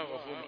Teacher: الفتحة الغين يعني غين مفخمة